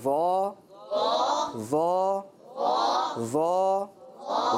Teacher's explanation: زال کا بڑا بھائی ظ ہے، زال کو باریک پڑھتے ہیں لیکن ظ کو موٹا پڑھتے ہیں